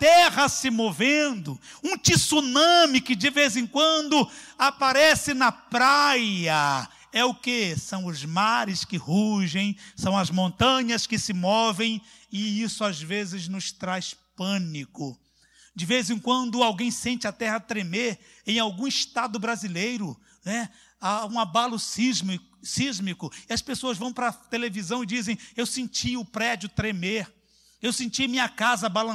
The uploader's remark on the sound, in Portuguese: CULTO AO VIVO.